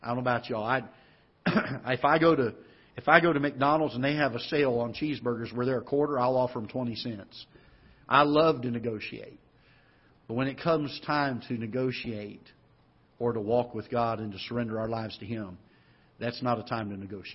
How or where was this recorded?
large echoing room